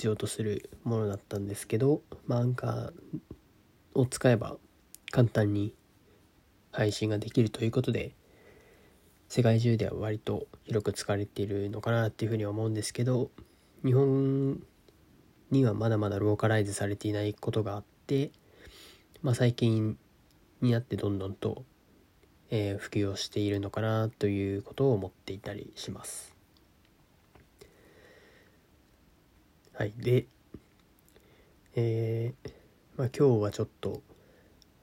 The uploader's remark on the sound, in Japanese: Anchor モバイルアプリで収録。今回は初の試みとして、Anchor モバイルアプリを利用して収録を行いました。